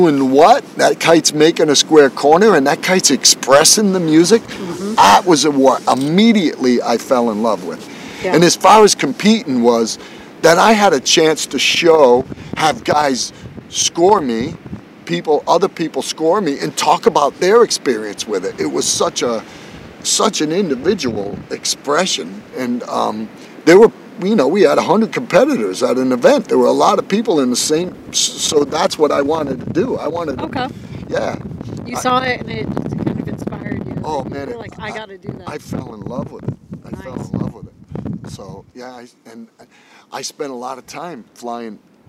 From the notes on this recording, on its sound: I recorded this on the beach, so at times there is some wind noise. This is rather raw discussion without editing.